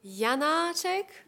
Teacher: Wir betonen die erste kurze Silbe und ziehen die zweite Silbe mit dem Akzent einfach in die Länge und wie sie merken, das ist schon Musik. · Term: die erste Silbe betont